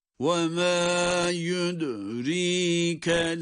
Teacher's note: Burada dal harfini cezimle okuduğumuz için kalkale sesi veriyoruz.